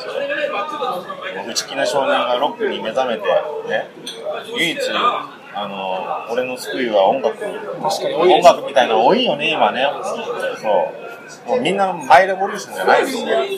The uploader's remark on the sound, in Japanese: 今回は立ち呑みいろはからライブ直後の録音です。